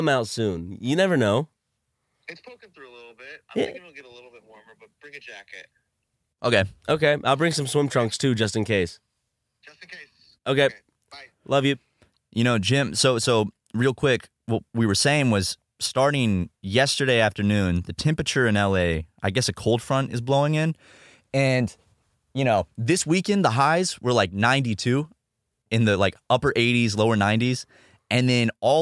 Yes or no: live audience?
no